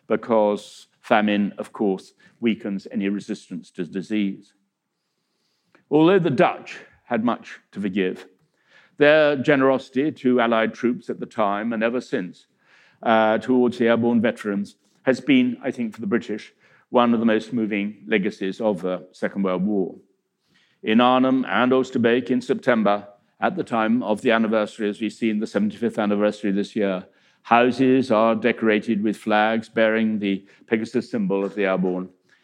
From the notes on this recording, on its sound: In a talk that he delivered at our 2019 BBC History Magazine History Weekend in Winchester.